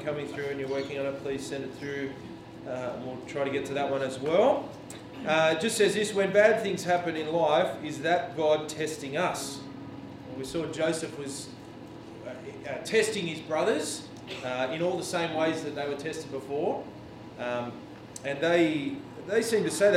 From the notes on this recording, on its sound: This sermon was preached on 11 June at all services of Helensburgh and Stanwell Park Anglican Church.